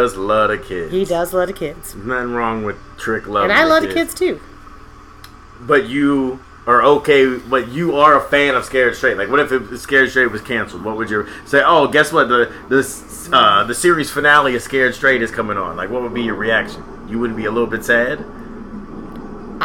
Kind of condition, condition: fault, sounds in the background